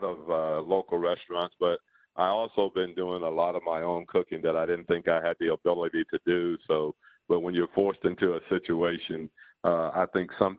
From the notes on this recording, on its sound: Conference Call. Audio courtesy of and provided by the New Orleans Pelicans and NBA Media Central.